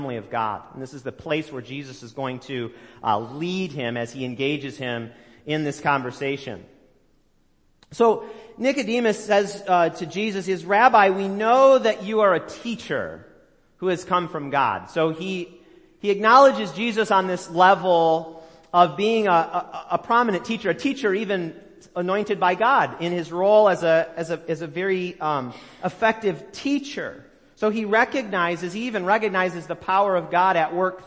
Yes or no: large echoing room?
yes